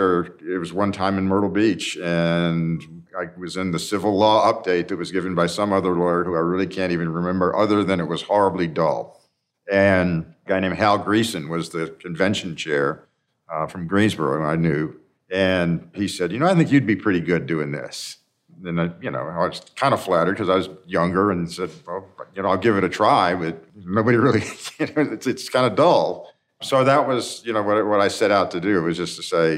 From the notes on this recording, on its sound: Recorded during the NCAJ Convention 2022 as part of our 60th anniversary celebration.